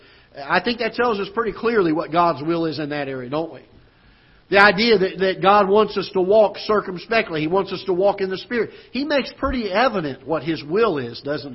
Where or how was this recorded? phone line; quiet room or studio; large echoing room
large echoing room